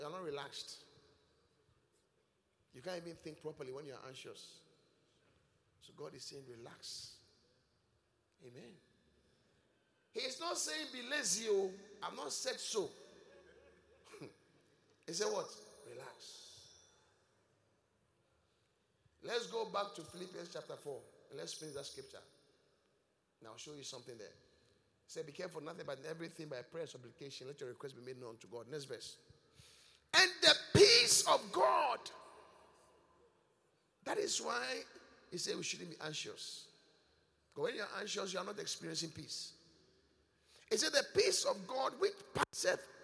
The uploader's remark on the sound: Preached at The Qodesh